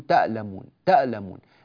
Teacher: لاحظوا حرف العين من وسط الحلق، بعض الناس يقرأ فيقول أع أع تعلمون تعلمون هكذا، هذا ليس صحيحا، ليس صوتا صحيحا. وبعض الناس يضغط العين ويجعلها مثل الهمزة